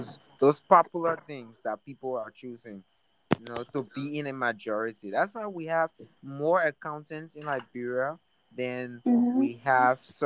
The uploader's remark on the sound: The noises in the background is a living proof that I live in a Liberian home. You can’t avoid the noise!